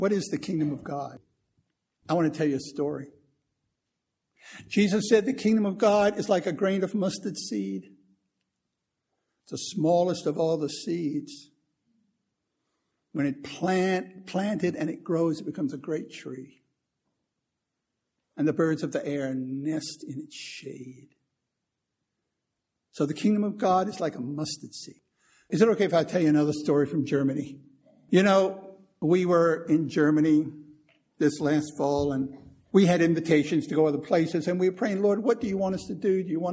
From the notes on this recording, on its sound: Recorded 1/11/2015 at Christ Church Anglican.